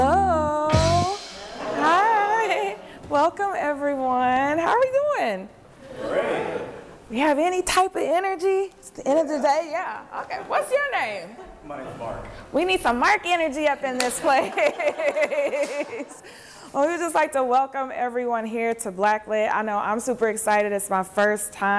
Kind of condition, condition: setting, live audience